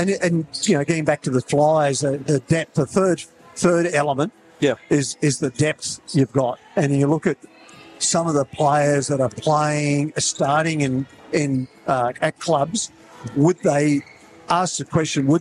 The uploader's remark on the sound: We’re LIVE from the National Convention Centre in Canberra. Despite a tech hiccup we are able to get most of our pre-game chat before tonights live call.